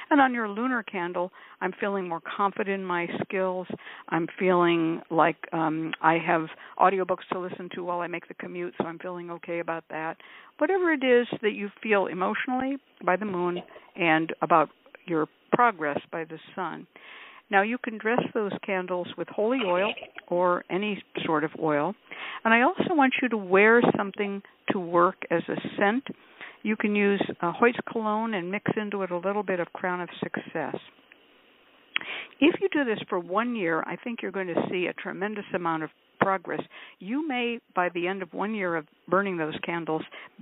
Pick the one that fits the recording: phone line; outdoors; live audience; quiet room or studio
phone line